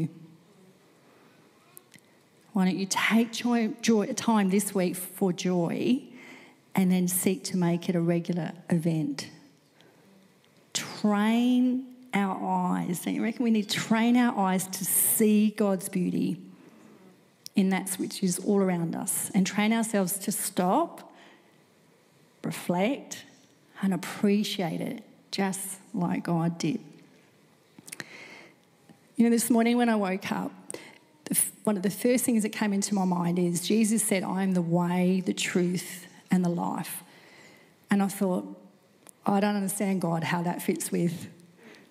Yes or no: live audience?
yes